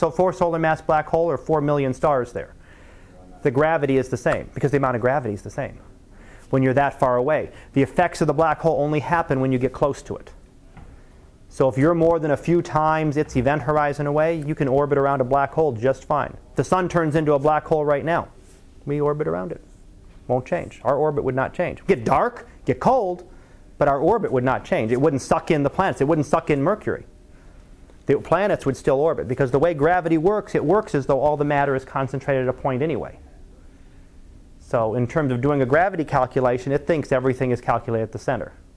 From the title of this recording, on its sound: Live Class Lecture